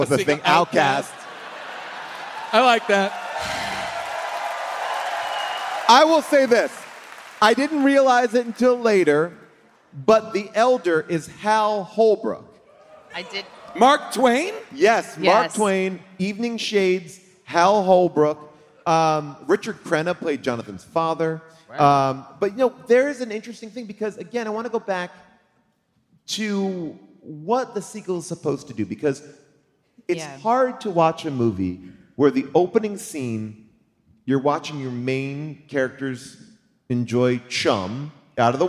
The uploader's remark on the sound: The HDTGM crew are LIVE from the Beacon Theatre in New York.